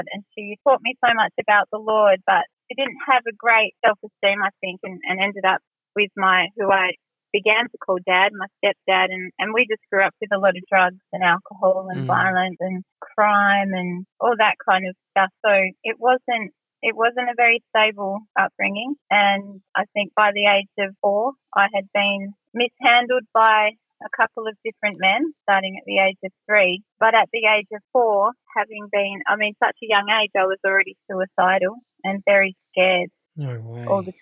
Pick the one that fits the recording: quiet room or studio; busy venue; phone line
phone line